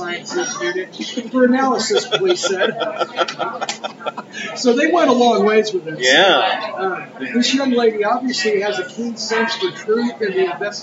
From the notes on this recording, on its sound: live from the city market!